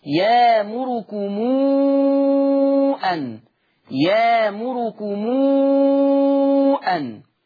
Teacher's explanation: هيبدل طبعا الهمزة يامركم ويعمل صلة الميم